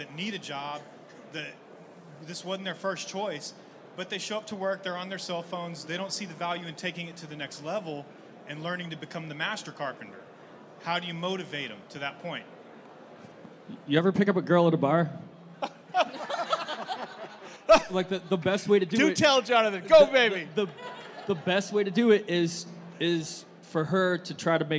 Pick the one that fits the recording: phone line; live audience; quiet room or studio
live audience